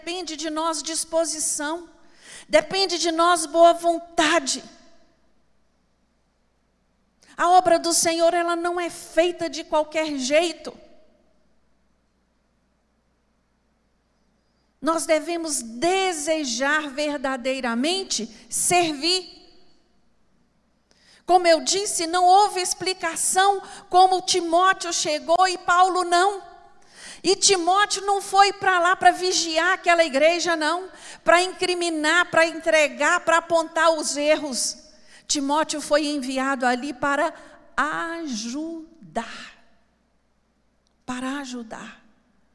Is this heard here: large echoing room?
yes